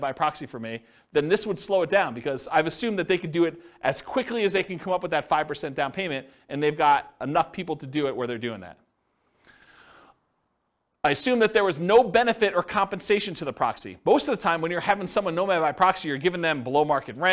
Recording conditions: live audience